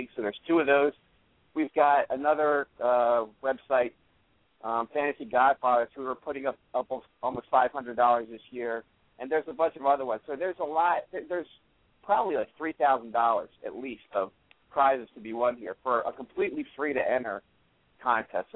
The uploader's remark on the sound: a special CALL-IN SHOW